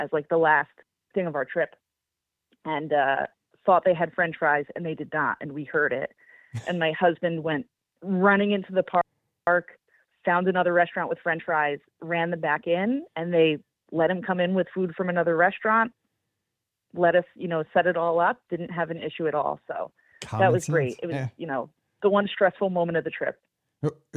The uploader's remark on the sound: This is the Live Call-in Show from this past Sunday night, October 22, 2023! Flying solo in the studio. Calls in LIVE from Epcot's World Showcase!